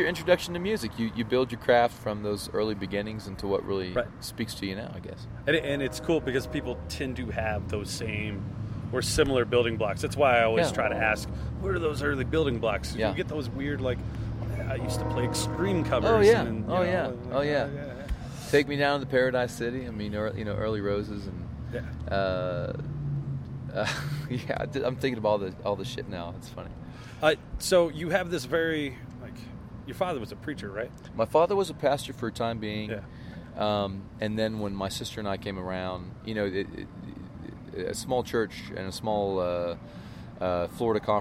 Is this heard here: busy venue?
yes